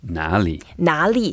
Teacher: when we put two third tones together, you can see the first third tone is softened a little bit.